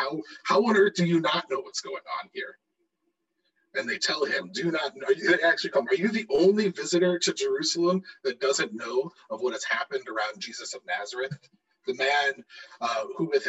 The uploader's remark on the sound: We experienced technical difficulties this week, please forgive the poor audio quality!